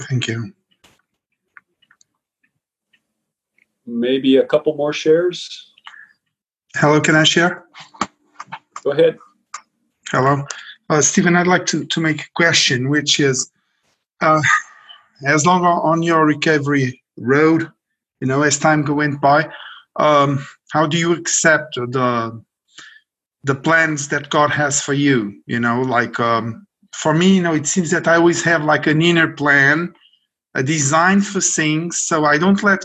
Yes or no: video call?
yes